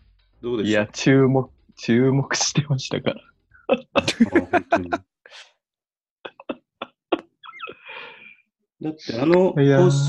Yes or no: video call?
yes